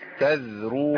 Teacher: قراءة ممتازة بس عايزين نسكن الذال